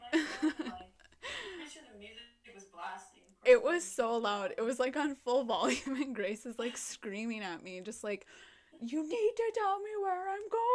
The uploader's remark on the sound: Technical Difficulties and All!